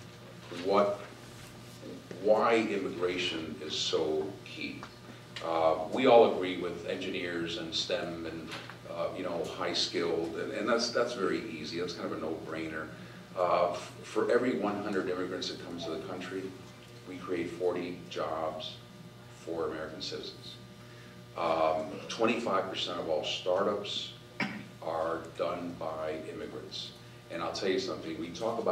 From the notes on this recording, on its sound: WASHINGTON, D.C. In a Keynote Address to a legislative symposium hosted by The Ripon Society. Addresses The Ripon Society's 4th Annual Symposium On Leadership.